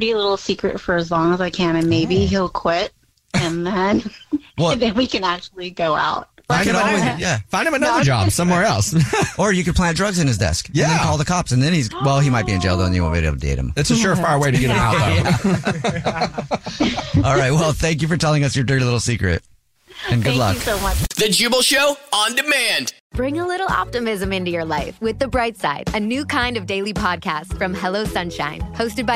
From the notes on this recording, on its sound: There is a listener on the phone